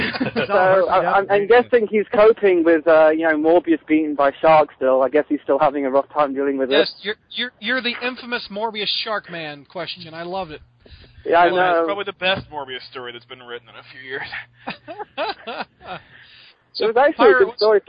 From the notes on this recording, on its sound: We continue to take live callers from around the world